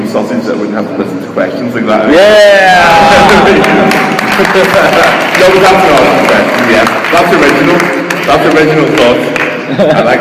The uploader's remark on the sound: LIVE in Indianapolis. In front of the show’s first ever live audience.